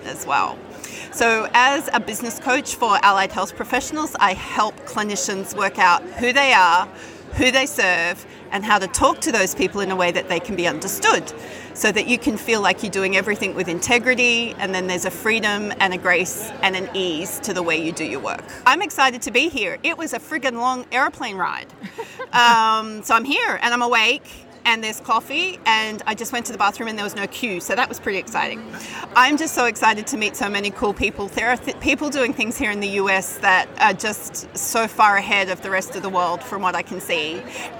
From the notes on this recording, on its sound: Having Fun at The Evolution of Psychotherapy Conference: Talking about Modern Therapist Problems in the Exhibitor Hall.